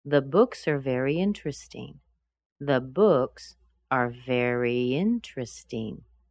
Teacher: interesting is no longer with a noun, so it's a little bit higher. and the adverb before it is a little bit lower.